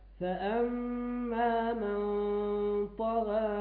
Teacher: في مثل قوله تعالى فأما من طغى، التقليل ما جاء بالدرجة المطلوبة